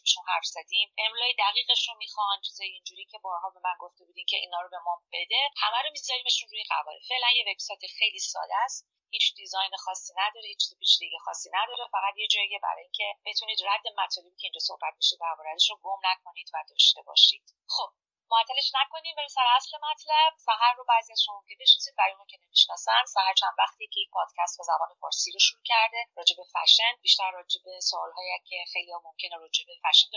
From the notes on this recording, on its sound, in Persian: اگر کیفیت کار با بقیه اپیزودها فرق داره به دلیل نحوه متفاوت ضبطه